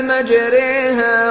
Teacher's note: So instead of Majraha, he said Majriha. This rule is the rule of Imala and is only found on this verse in all of the Holy Quran.